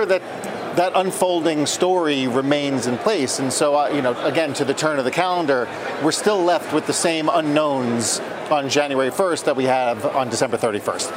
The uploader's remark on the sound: live from the New York Stock Exchange